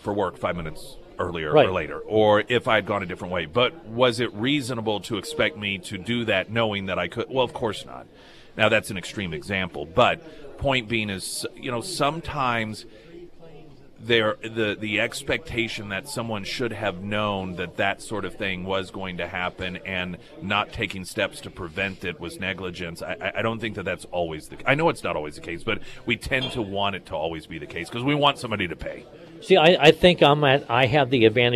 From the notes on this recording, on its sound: live at Scramblers Diner